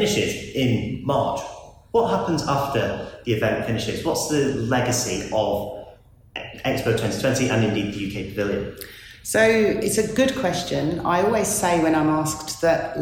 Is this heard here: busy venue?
yes